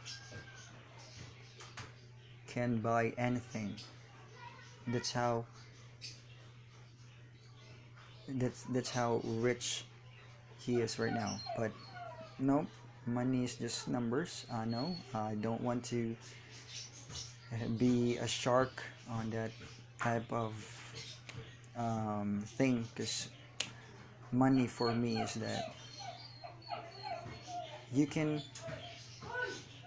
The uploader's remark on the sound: sorry for the background noise its my ceiling fan